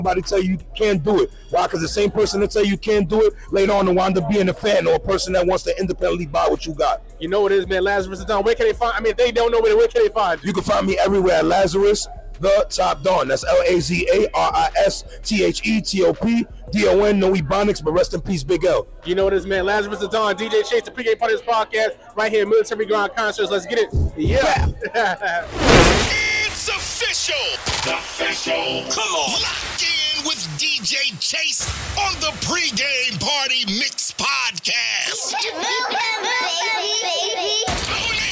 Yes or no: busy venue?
yes